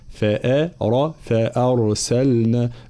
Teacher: را ساكنة مسبوقة بفتح تفخم، ثم بقية الحروف مرققة، فأر فأرسلنا. الملاحظة الثانية ضرورة إظهار حرف اللام وعدم إدغامه